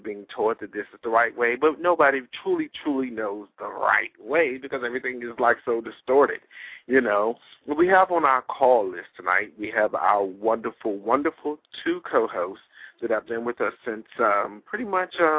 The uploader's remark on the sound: We had quite a few new callers call in.